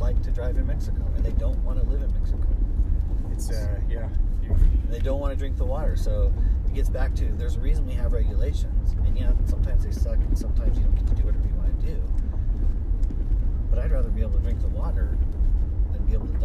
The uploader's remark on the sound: Rednecks riding on rough roads with a dog. We were at the top of West Mountain in Utah County, Utah. We did a little spin off Jerry Seinfeld’s Comedians in Cars Getting Coffee as we descended on a rough dirt road so enjoy, the road noise, rattling and panting dog.